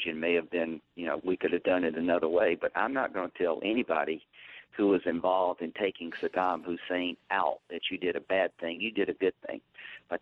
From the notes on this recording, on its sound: During a phone interview